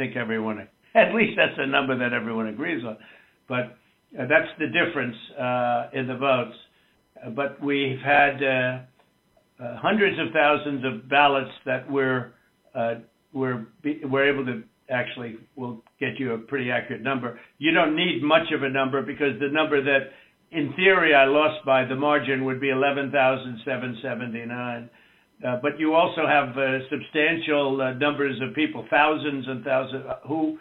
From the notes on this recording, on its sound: Leaked Phone Call Between The President & Georgia Secretary Of State.